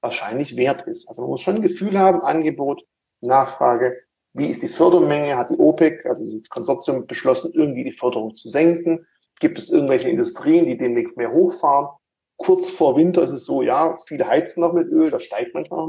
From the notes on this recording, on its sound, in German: Diese Podcastfolge war eine Instagram Live-Session